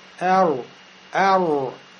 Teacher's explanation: Например, эр, эр. Видели, я губы сейчас пошевелил, сделал кольцо, у меня сукун стал похож на домму